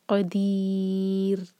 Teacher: جب آخر میں را پر رکیں گے تو ہمارا را باریک ہونا چاہیے، زبان کی صرف ٹپ یوز کریں گے